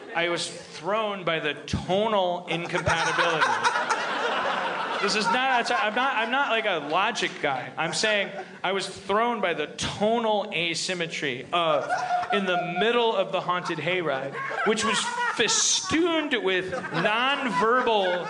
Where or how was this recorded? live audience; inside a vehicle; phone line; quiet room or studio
live audience